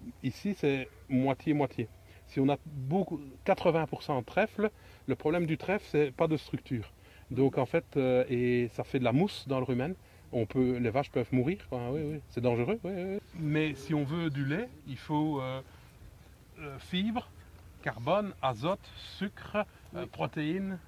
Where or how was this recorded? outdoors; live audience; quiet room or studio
outdoors